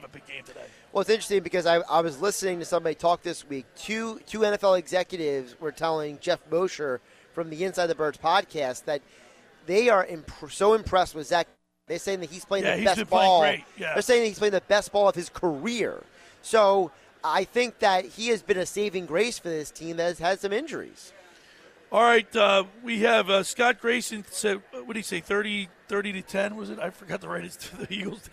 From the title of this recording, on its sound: Sunday's Live Broadcast at the Caesars Sports Book inside the Tropicana